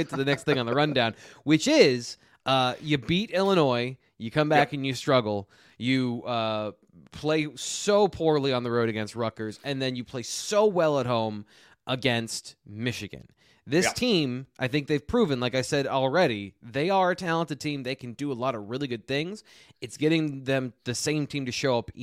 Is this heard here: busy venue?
no